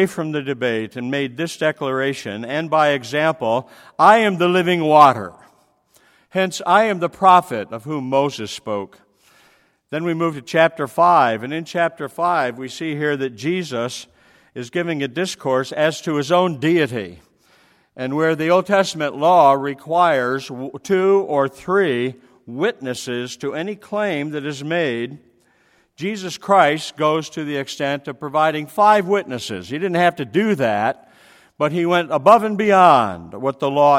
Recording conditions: large echoing room